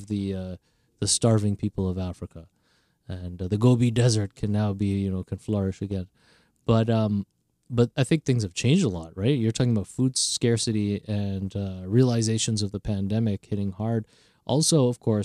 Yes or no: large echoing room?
no